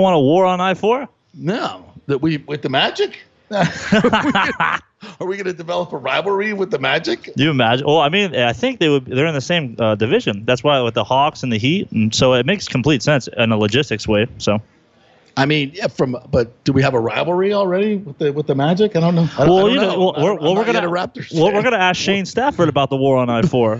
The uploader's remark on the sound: opens his show LIVE from Oak and Stone